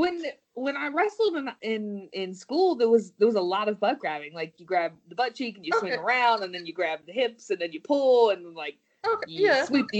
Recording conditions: poor sound quality